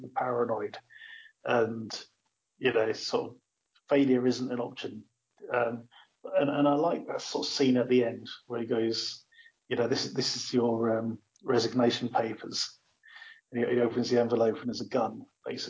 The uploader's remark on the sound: Apologies for the audio quality this episode - this is the LAST time we are using skype to record.